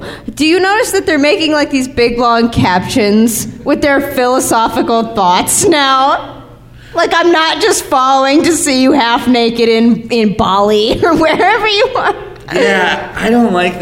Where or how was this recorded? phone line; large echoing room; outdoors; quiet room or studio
large echoing room